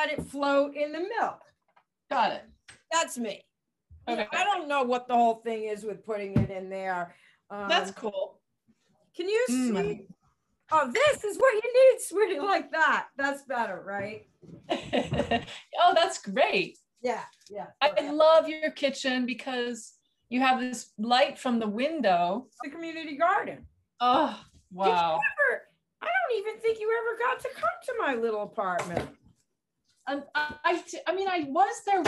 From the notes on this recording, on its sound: It’s the recording of a private zoom lesson.